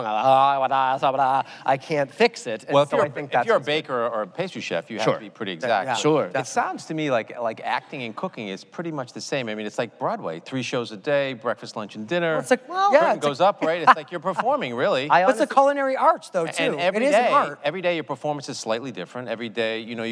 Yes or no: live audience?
yes